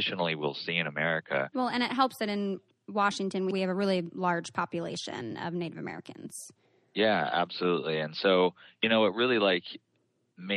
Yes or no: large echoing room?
no